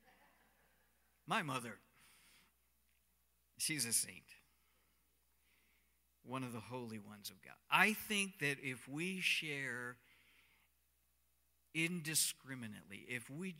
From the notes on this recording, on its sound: Cornerstone Fellowship Sunday morning service, streamed live on Nov 15, 2020